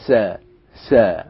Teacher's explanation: ما بيطلعش لسانه في الثاء